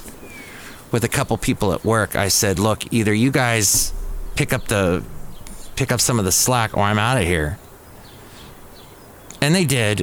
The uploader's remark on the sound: podcasts live from Cafe Anyway